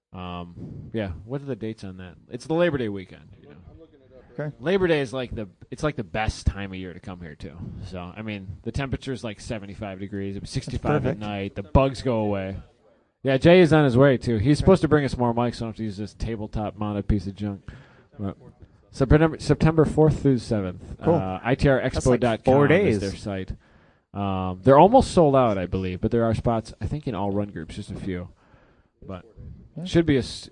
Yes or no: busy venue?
yes